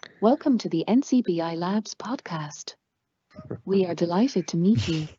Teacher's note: … has a very breathy voice at the end of her sentences